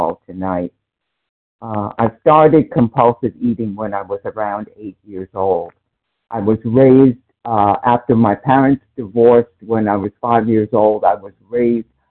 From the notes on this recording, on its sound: from the 100 Pounders Phone Meeting, 1/5/24